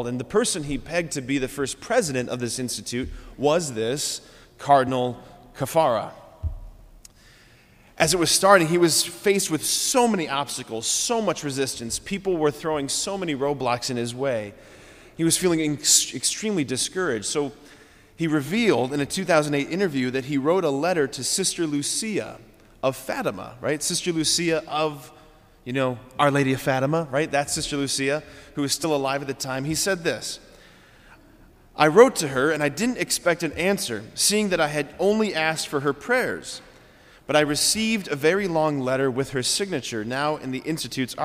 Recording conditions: large echoing room